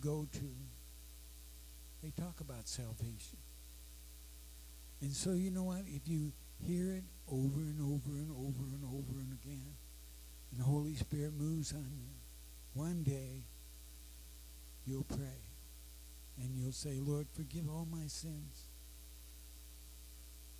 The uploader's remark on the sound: Sorry, low audio.